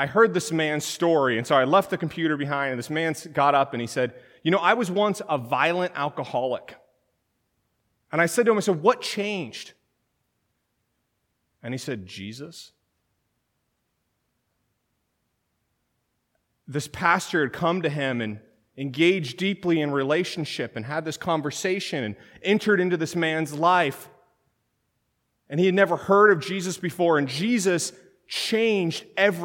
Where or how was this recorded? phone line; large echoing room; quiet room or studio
large echoing room